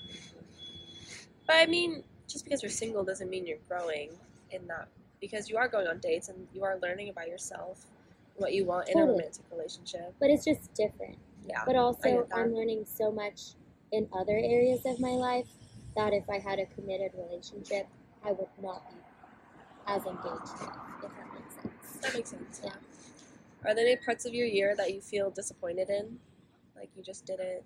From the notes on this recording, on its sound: Excuse the background noise